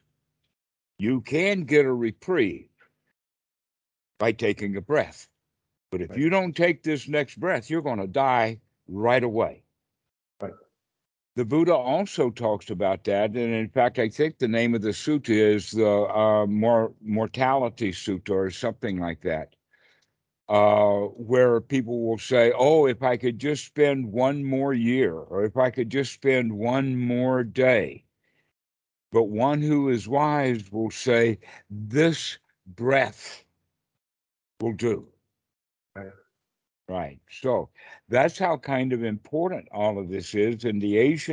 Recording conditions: video call